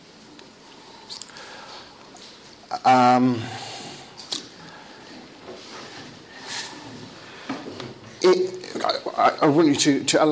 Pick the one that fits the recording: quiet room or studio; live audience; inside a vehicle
live audience